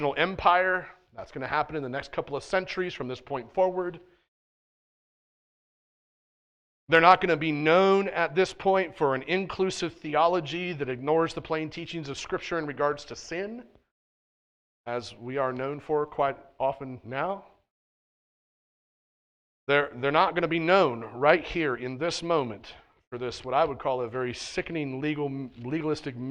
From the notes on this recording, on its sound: at The Well, an Acts 29, SBC, and Converge Heartland Church in Hastings, NE.